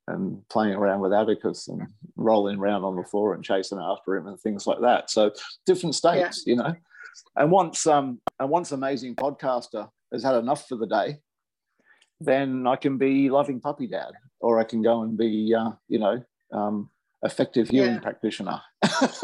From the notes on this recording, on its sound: I recorded this on zoom as a conversation.